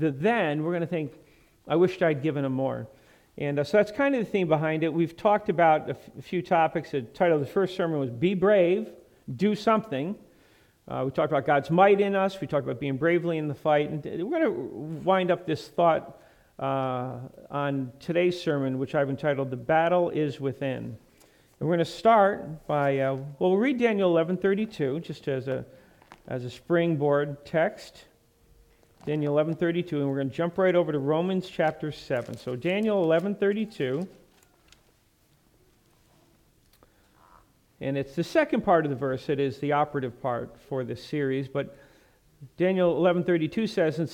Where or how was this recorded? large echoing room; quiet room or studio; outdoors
large echoing room